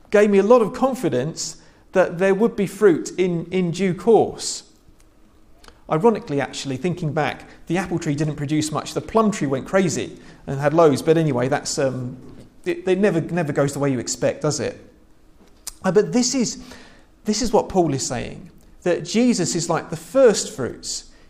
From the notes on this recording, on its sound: This is a sermon I preached at church last Sunday.